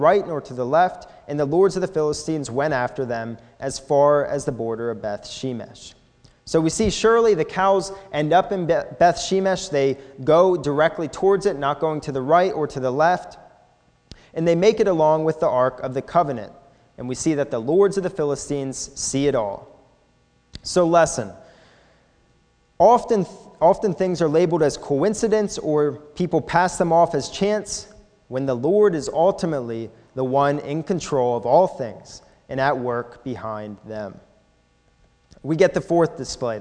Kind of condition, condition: setting, large echoing room